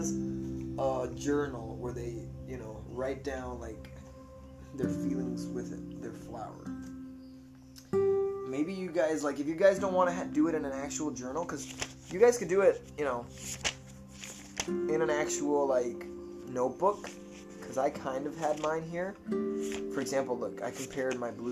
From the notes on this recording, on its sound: it is his phone that I'm using to record it